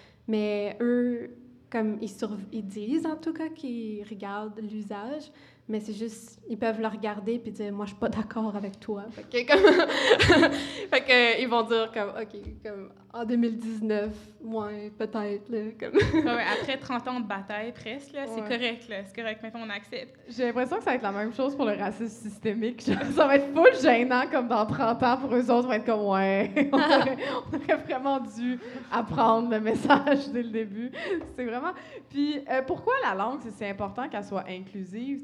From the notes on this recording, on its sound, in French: Enregistré devant public. À La Cale Pub Zéro Déchet au 6839 rue St-Hubert à Montréal.